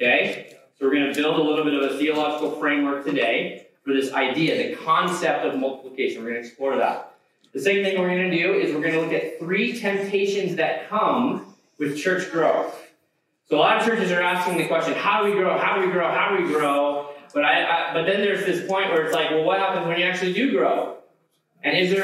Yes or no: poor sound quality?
yes